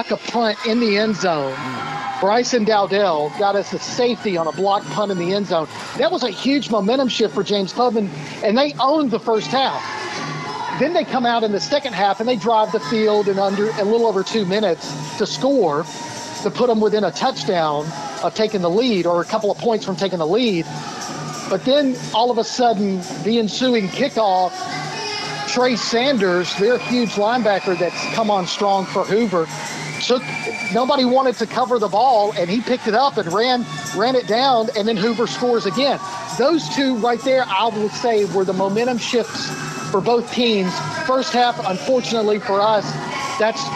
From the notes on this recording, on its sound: Live at the BEST Robotics tournament at Calhoun